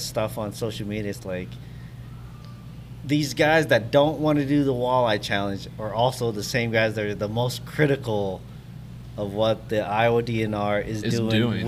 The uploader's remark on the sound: Joins BFF at Firetrucker Brewery!